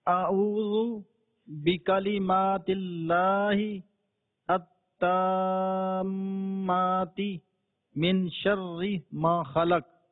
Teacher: लफ्ज़े खालका में जो काफ और खा ये दोनों पुर पढ़ेंगे, ये हरूफ़े मुस्तालिया में से है लिहाजा इसको पुर पढ़ेंगे।